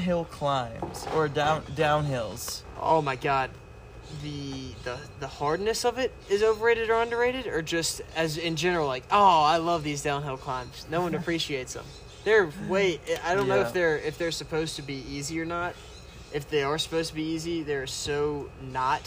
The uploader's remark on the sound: talk at mile 1717 of the Pacific Crest Trail